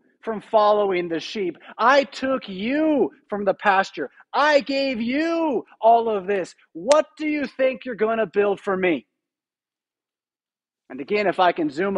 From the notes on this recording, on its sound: Preached at St Paul Lutheran Church , Rockford, Illinois on December 25, 2021.